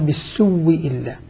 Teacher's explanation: بالسوء إلا قال بالسوء إلا بالسوء بالسوء أبدل الهمزة وأدغمها فصارت من باب المتماثلين، صارت واو ساكنة وبعدها واو مكسورة فأدغمت الأولى في الثانية وأصبحت أصبح الواوان واوا واحدة مشددة، فقال بالسوء إلا. · Term: أبدل ثم أدغم